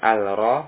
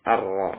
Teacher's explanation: ini juga dibaca dengan alif lam bertemu dengan ro, dibaca dengan idgham · Shown in: second take